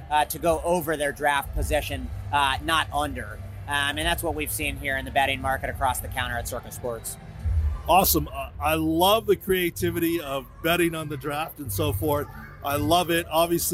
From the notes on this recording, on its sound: on location from the Circa in Las Vegas